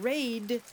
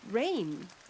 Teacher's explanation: when you change the manner of articulation of the last segment in raid from oral stop to nasal, you go from raid to rain